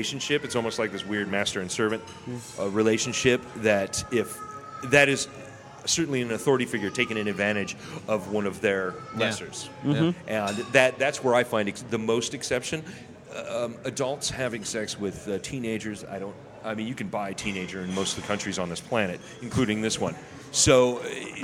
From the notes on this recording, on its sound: we’re podcasting live from The Copper Hog in downtown Bellingham